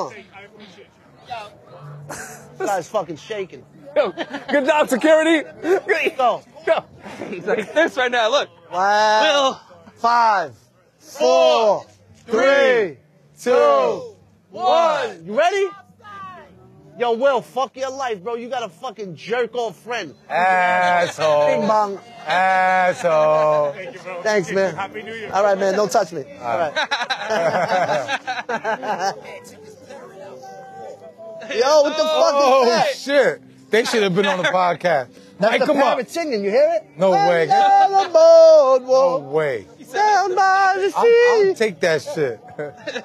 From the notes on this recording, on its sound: Live from the Coney Island boardwalk. Right after jumping in the freezing beaches of Coney for the annual Coney Island Polar Bear Club.